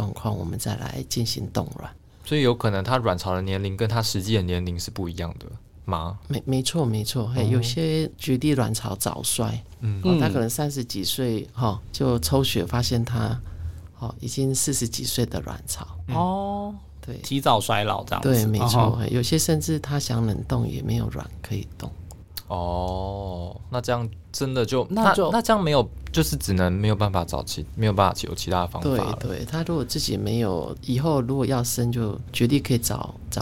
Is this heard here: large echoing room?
no